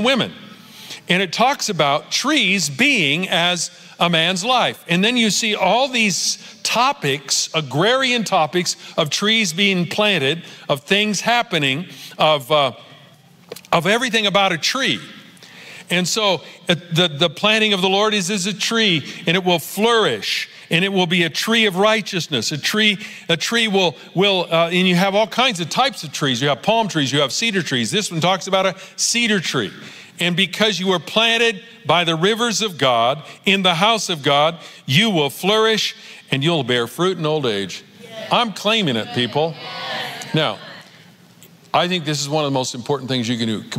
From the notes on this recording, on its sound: Recorded Live at Capital Church in Meridian, Idaho